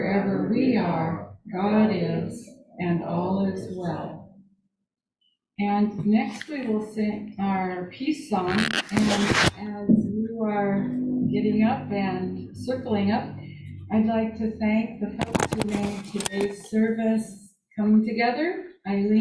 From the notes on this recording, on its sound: This Sunday Live In Our Sanctuary.